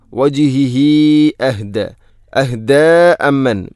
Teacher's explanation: ഹ ഉള്ളമീറിന് ശേഷം ഹംസ വന്നാൽ മദ് മുൻഫസ്സിൽ പോലെ നീട്ടണം, നാലോ അഞ്ചോ ഹർക്കത്തിന് തുല്യമായിട്ട്. സുലത്തു തൊവീല, അപ്പോൾ വജിഹിഹി അഹ്ദ, അഹ്ദ അമ്മൻ.